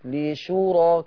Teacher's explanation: الراء عندك فيها ضعف، حاولي تبين تفخيم الراء شوية